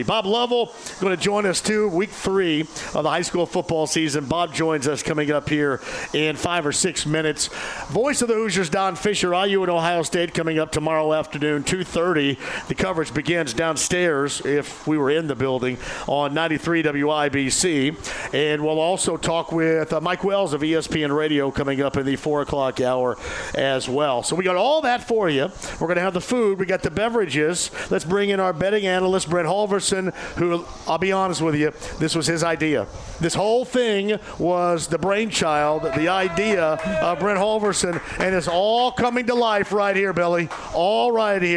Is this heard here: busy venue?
yes